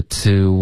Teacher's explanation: 结尾别加儿化音,OK,不要说 tour,OK,、okay,是 to